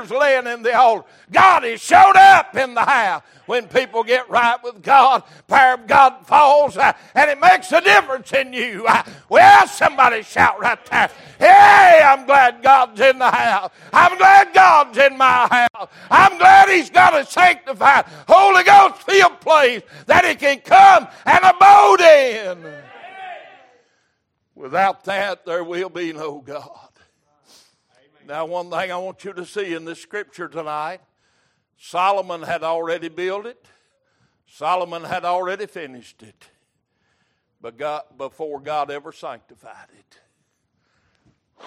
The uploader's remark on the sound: Recorded May 17, 2023 - Wednesday Evening Service.